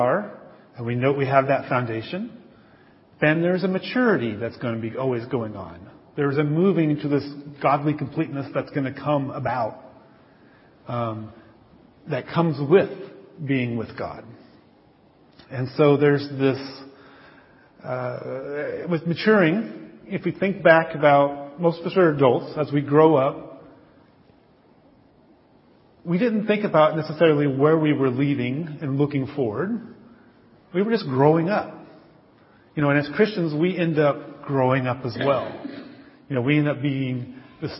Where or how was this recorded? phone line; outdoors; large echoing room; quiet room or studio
large echoing room